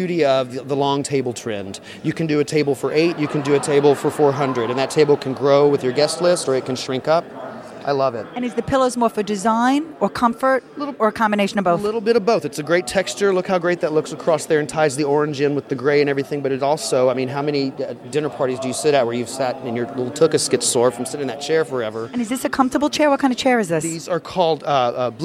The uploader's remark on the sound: On Location at the NACE Annual Conference Experience!